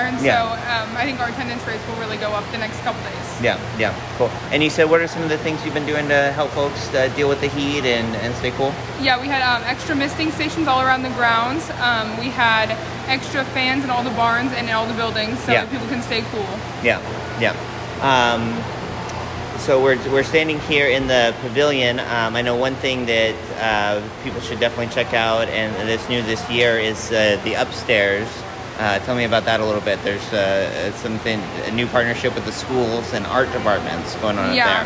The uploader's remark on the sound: We bring our annual live special from the Clackamas County Fair, featuring interviews with fair coordinators, exhibitors and superintendents, entertainers, 4-H members and more.